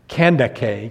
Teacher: probably was pronounced Kandake in ancient times, with the emphasis on the middle syllable